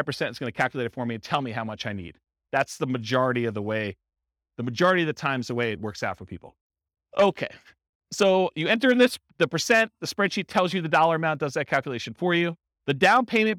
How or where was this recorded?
live audience